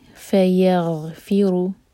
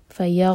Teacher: غین کو واضح کریں گے اور غین پر بالکل بھی جھٹکا نہیں آنا چاہیے · Shown in: first take · فیغ نہیں ہوگا وہ غلط ہو جائے گا.